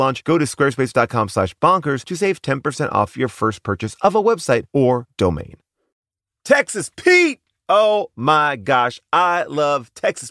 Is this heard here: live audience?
no